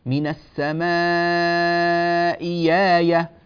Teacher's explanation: أبدلت هذه الهمزة اللي هي همزة البدل، أبدلت ياء مفتوحة، من السماء هذه الهمزة الأولى، آية هذه الهمزة الثانية، أبدلت ياء مفتوحة فصارت من السماء آية.